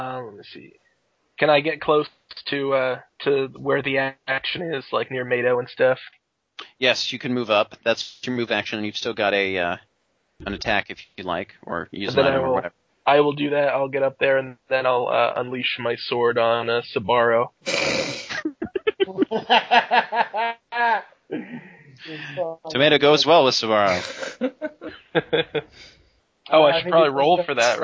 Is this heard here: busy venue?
no